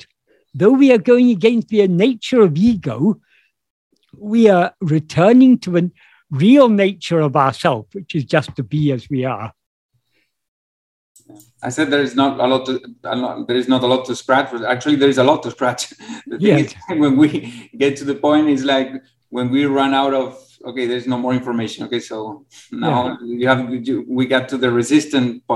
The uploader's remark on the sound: In a Zoom meeting. This episode can also be watched as a video.